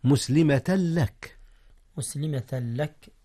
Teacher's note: أدغم التنوين في اللام، واللام ليس من أحرف الغنة · Term: الإدغام